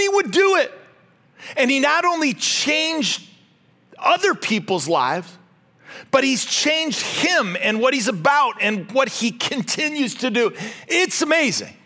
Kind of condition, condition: setting, large echoing room